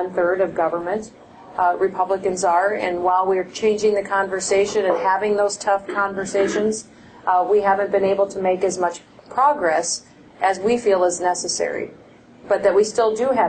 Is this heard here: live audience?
yes